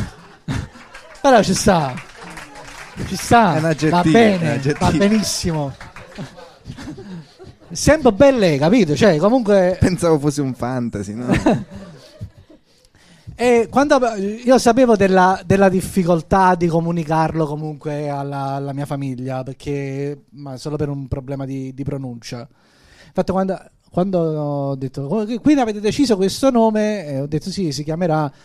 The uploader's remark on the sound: Live dal GhePensiMi di Milano